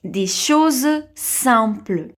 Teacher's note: Fais attention à deux sons bien ouverts dans cette partie-ci. Des et simple.